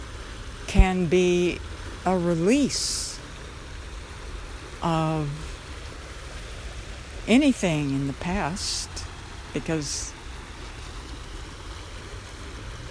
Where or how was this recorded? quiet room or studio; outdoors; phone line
outdoors